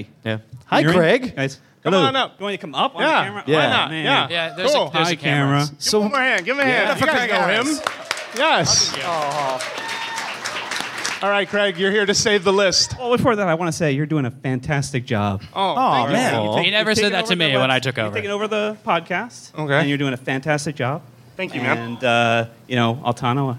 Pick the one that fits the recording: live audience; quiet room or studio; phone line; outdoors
live audience